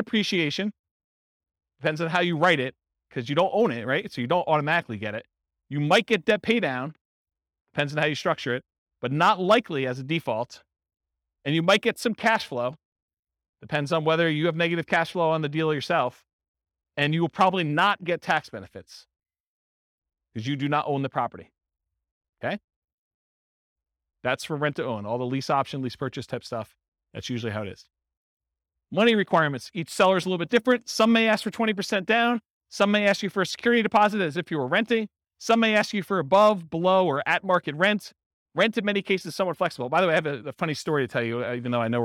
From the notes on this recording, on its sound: This was a live class recorded